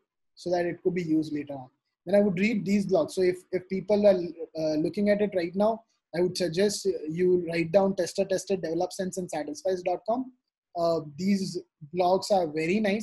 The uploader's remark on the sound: This audio segment from the webinar.